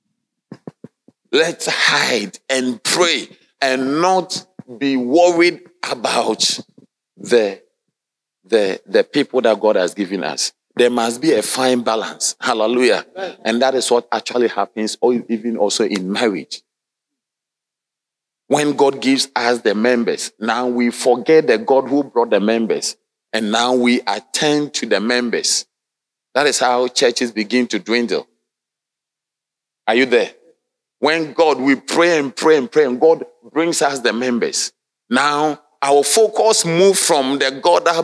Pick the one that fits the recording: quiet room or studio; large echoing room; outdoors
large echoing room